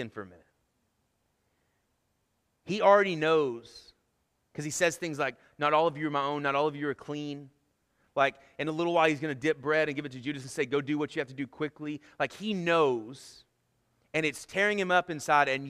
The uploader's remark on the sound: Sermon Audio from our Worship service